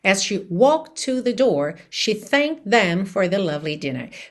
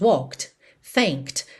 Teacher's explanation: Percebe que tanto walked quanto thanked não ficam claramente ali audíveis no passado · Shown in: first take · certo? Porque na hora que eu falo sozinhas essas palavras, walked, thanked, você consegue perceber t, t. · Term: junções